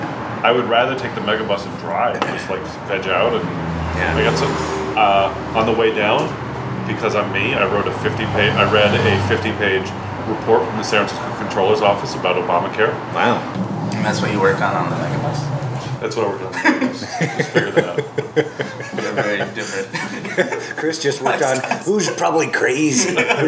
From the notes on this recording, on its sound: at Rutt's Cafe in West LA